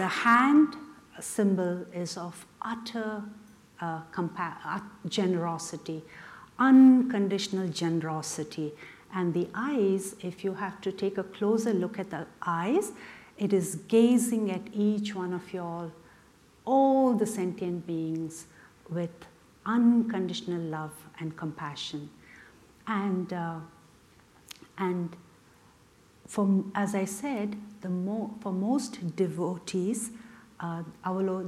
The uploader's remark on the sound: The Rubin Museum of Art presents a weekly meditation session led by a prominent meditation teacher from the New York area, with each session focusing on a specific work of art. This podcast is recorded in front of a live audience and includes an opening talk and 20-minute sitting session.